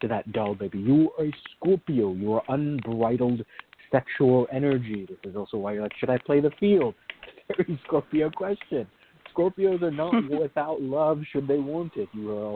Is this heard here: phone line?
yes